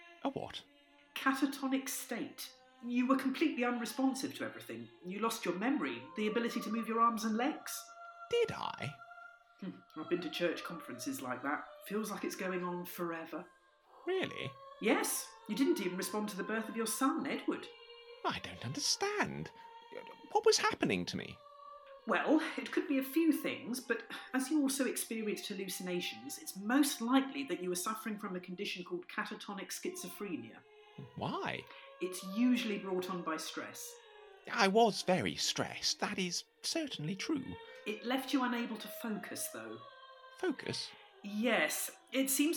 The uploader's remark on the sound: Sound Disclaimer: The Lost Tapes of History was recorded remotely during lockdown in late 2020. As such, the actors used what equipment they had available and were limited by their location. This has resulted in variable audio quality.